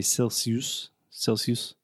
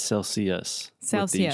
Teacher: with the schwa sound at the end · Shown in: second take